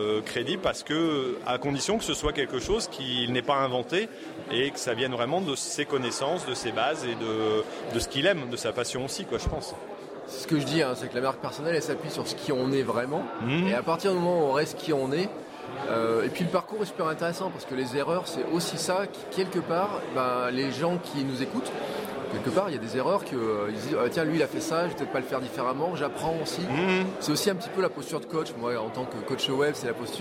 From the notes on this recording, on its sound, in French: À la journée francophone de la vidéo mobile il y a quelques jours à Paris. Cet épisode enregistré entre ateliers et conférences.